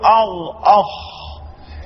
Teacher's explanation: الغين والخاء من مخرج واحد من منطقة أدنى الحلق أقول أخ البعض يقلب الغين إلى خاء والخاء إلى غين وهذا